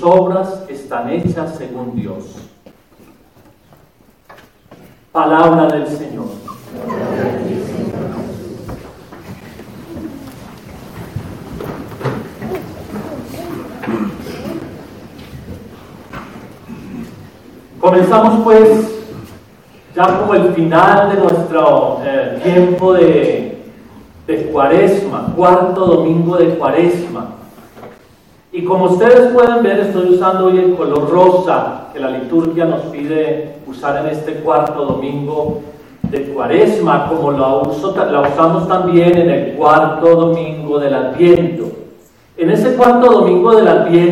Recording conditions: large echoing room